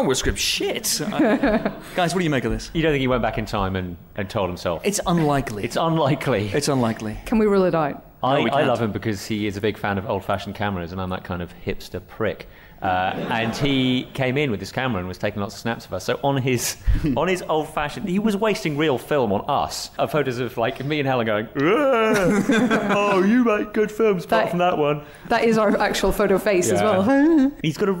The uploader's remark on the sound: Edinburgh Live Special. In honour of the Edinburgh International Film Festival up in, um, Edinburgh, the Empire Podcast team made the long and treacherous journey over Hadrian's Wall to record a very special live edition of the show.